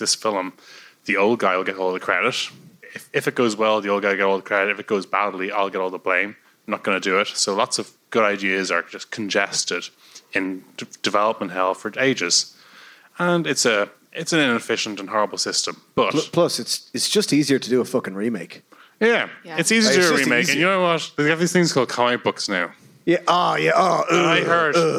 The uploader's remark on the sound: Appeared as part of a double bill with The Irish Passport at The Button Factory. This episode is the live recording of that show, edited for brevity and clarity.